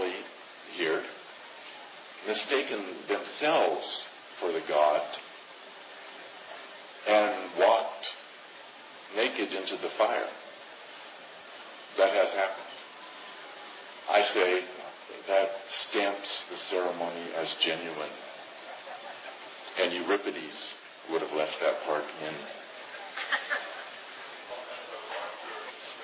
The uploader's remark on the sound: 2006 Palenque Norte lecture at Burning Man